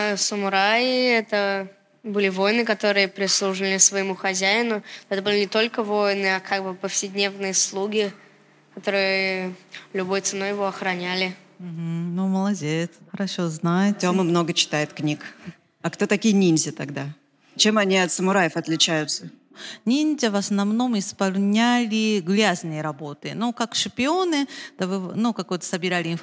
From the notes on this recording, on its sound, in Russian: Открытая запись! Выпуск, записанный вживую!